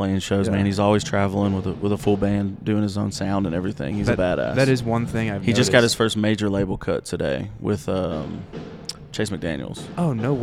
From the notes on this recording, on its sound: we are live from the legendary Grizzly Rose in Denver, CO